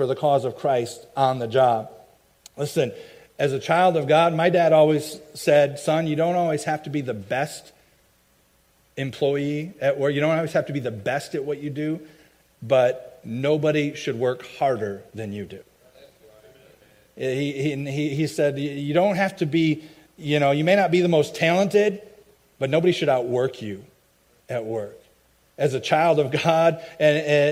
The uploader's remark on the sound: i preached at my home church